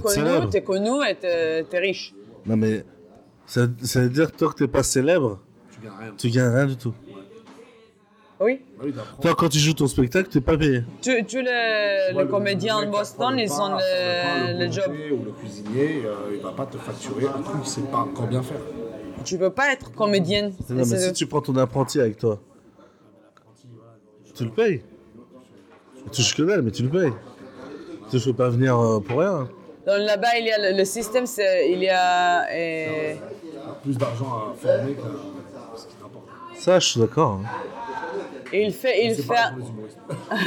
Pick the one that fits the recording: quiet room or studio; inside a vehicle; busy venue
busy venue